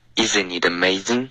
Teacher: Isn't it 这三个 i 的音舌根都太高了，都发成了 easy 这样